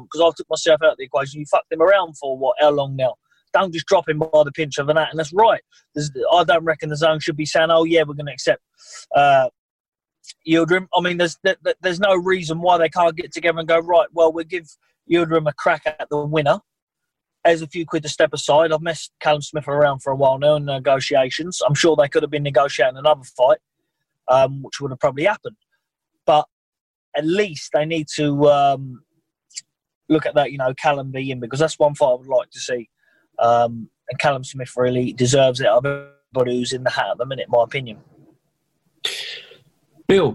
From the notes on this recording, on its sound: via Zoom